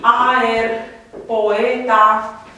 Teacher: vocale în hiat, deci care nu se rostesc împreună într-o aceeași silabă, găsim marcat prin trema aceasta pe a doua vocală, pe E.